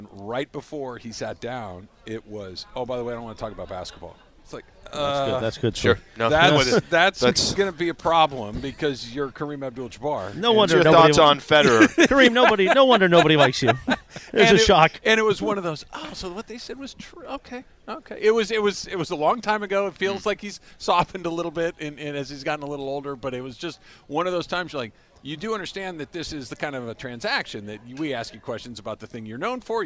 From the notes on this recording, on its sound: LIVE from The Genesis Invitational at the Riviera Country Club.